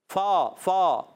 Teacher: اوپر کے دانتوں کے کنارے سے اور نچلے ہونٹ کے تر حصے سے